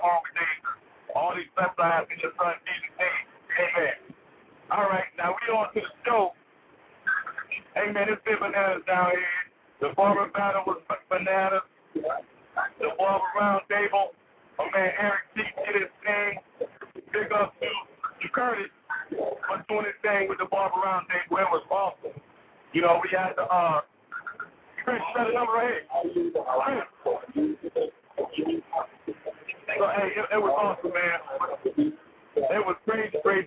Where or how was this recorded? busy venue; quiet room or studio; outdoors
busy venue